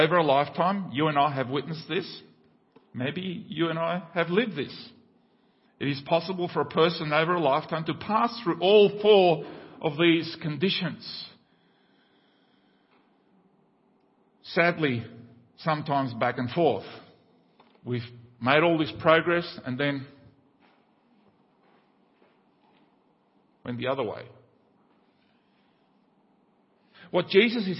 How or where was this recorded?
large echoing room